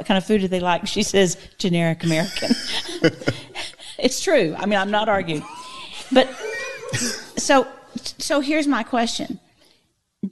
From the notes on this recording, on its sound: This conversation was recorded at The Micah Center in front of a small audience during the LTM All Day event.